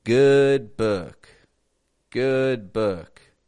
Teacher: we're not going to pronounce an ooh. We're going to keep the lips neutral